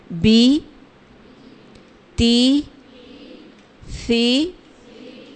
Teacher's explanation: زیر کو اتنا کھینچنا ہے کہ بس بازیر بی اتنا رہے، ایک الف کی مقدار